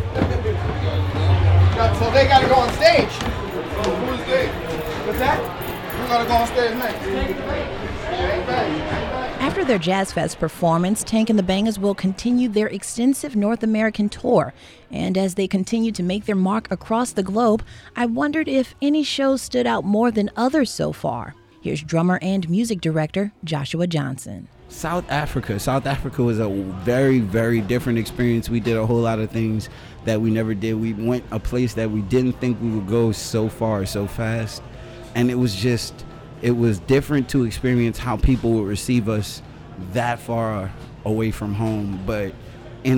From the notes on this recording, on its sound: a special postcard from the festival grounds